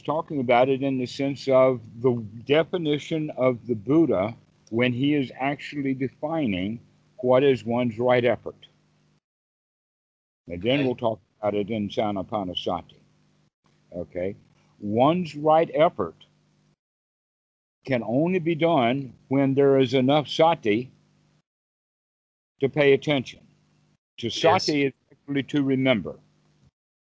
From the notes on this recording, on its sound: skype call